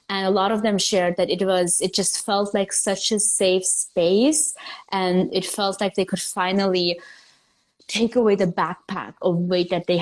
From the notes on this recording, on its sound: This episode is an IG Live turned into Podcast.